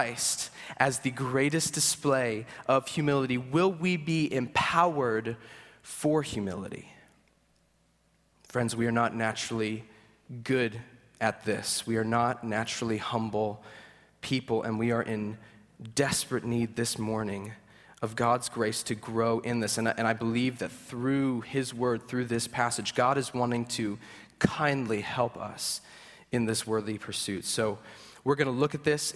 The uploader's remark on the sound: At Greentree Church on April 23, 2023. At Greentree Church on April 23, 2023.